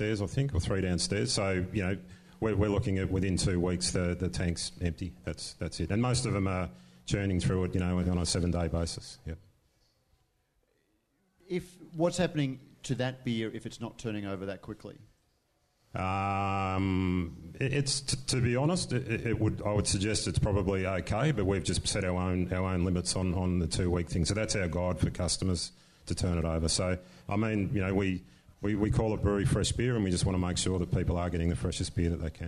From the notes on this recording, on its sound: This episode was recorded live at the Cryer Malt Trade Lounge, at the Good Beer Week Festival Hub, Beer Deluxe Federation Square.